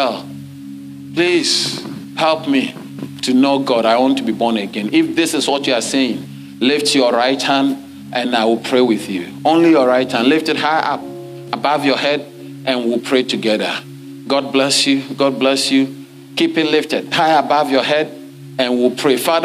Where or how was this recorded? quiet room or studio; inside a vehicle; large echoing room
large echoing room